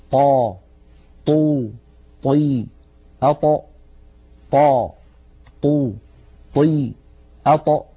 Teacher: ولا نتبع صوتها بنفس · Term: حرف الطاء